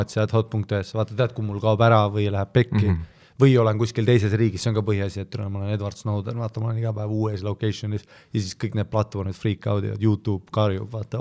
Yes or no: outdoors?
no